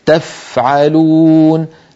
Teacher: الفاء الساكنة همسها أوضح